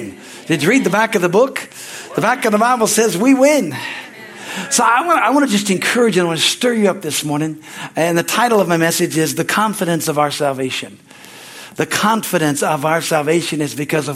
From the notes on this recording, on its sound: from the Sunday service on October 9, 2023 at Harvest Bible Church in Stockton, California